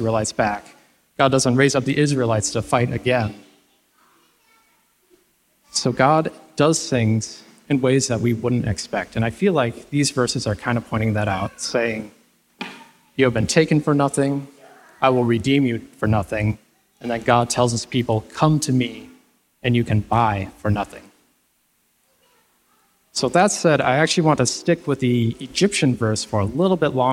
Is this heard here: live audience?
yes